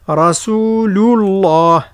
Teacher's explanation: رسول الله، ثم الراء من رسول مفخمة والسين مرققة رسول هكذا، ثم اللام من رسول مرققة ولا نفخمها